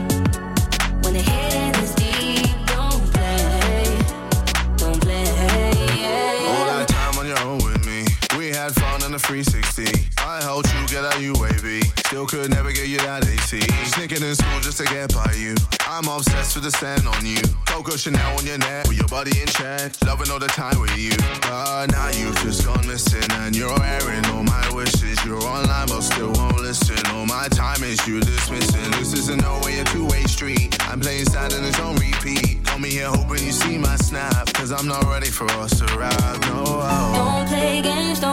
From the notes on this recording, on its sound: Live at the Senedd Election Count